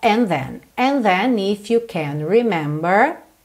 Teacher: And com then, junta num som só